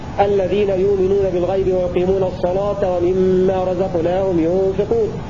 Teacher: ثم يعطف رواية ورش بإبدال الهمزة وتغليظ اللام